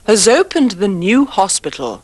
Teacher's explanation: the S in has is pronounced with the sound of the Z at the beginning of zoo